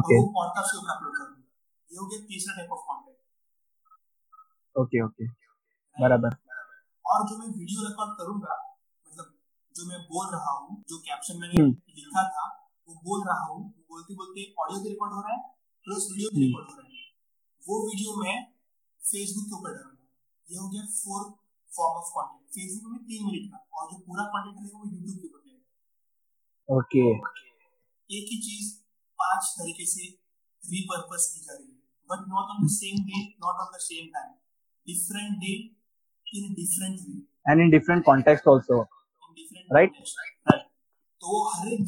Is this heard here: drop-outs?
yes